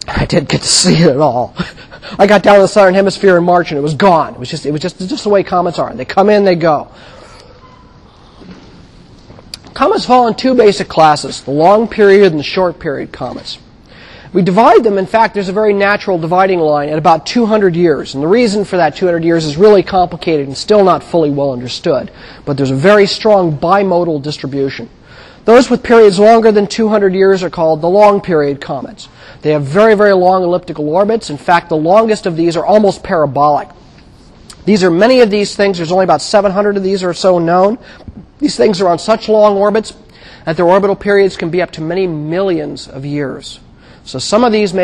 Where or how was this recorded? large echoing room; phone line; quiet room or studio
large echoing room